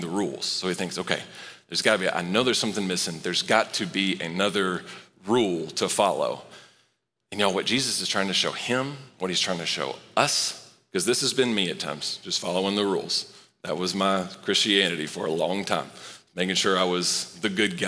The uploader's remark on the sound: Recorded live at Long Hollow Church on May 30, 2023.